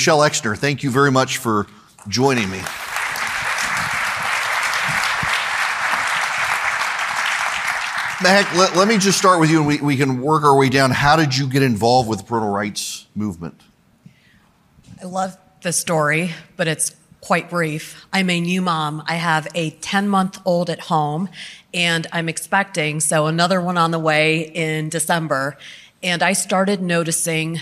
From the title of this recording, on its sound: Panel at The Gathering